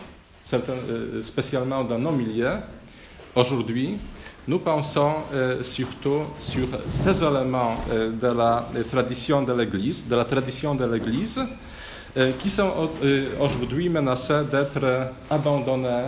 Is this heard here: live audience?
yes